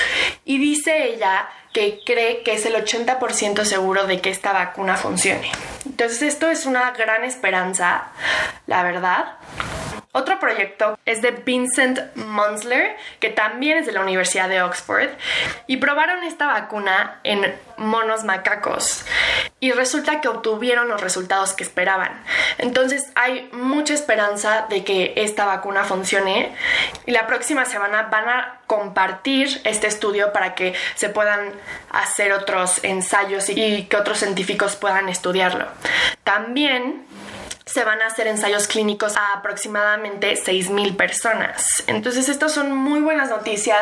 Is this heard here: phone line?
no